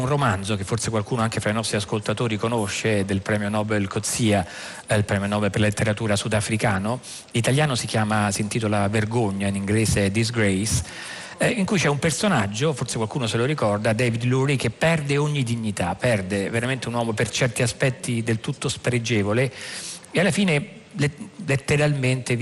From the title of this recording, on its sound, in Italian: In diretta dal Festivalfilosofia di Modena, Carpi e Sassuolo